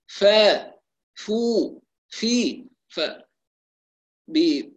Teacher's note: بعض الناس تقرأ الفاء مجهورة، يعني يقول المف مف مثل حرف الفي في، ليست في القرآن في، في القرآن في مهموسة، فا فو في ف، يعني تخرج الفاء باشتراك الأسنان العليا مع الشفة السفلى من الداخل ليست من الخارج